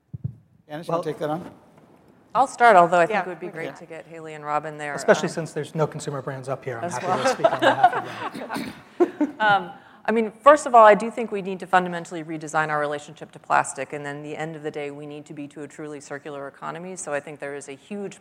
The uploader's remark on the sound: The best of live interviews from GreenBiz events.